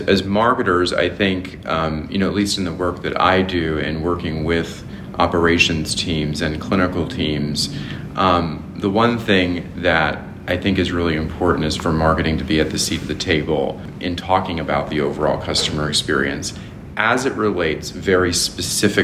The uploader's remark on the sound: Live from HMPS23 in Austin, TX